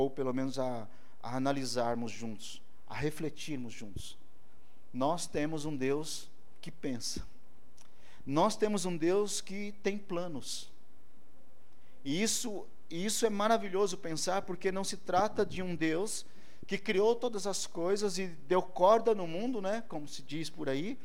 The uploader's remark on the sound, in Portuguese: ÁUDIO DO CULTO